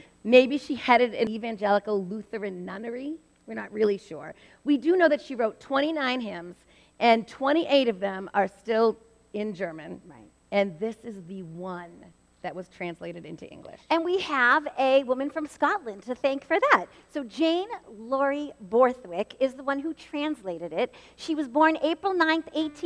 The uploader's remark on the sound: This podcast episode was recorded live at First Baptist Church in Reading, Massachusetts.